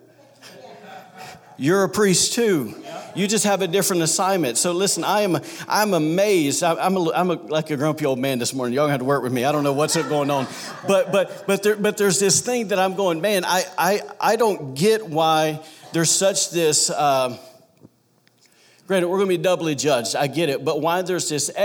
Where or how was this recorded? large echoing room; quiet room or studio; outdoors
large echoing room